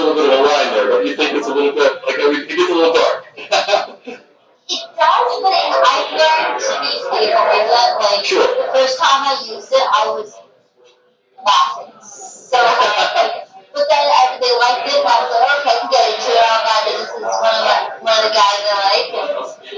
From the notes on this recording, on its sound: Recorded in Las Vegas at the AVN Expo &#38; Awards 2016 at the Hard Rock Hotel &#38; Casino. Recorded in Las Vegas at the AVN Expo & Awards 2016 at the Hard Rock Hotel & Casino.